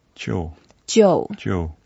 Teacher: So it's a fourth tone, so we go down.